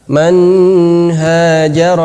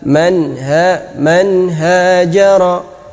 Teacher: Jadi yang penting tidak dibaca panjang nunnya lah. · Shown in: second take · Man hajara, itu yang salah.